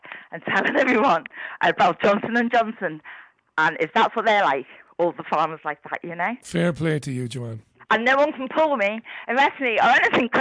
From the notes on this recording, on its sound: It's the Global Phone-In.